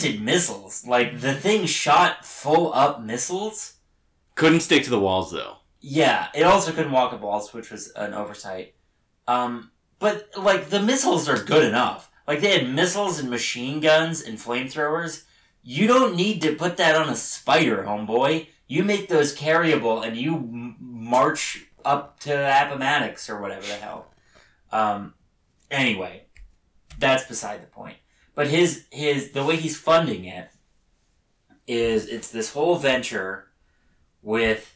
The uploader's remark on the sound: We honor this very bad movie with very bad audio quality.